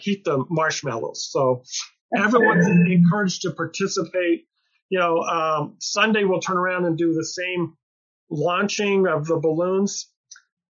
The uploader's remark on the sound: Audio from the October 28, 2021 La Junta Chamber of Commerce Business Lunch and Talk Zoom Meeting.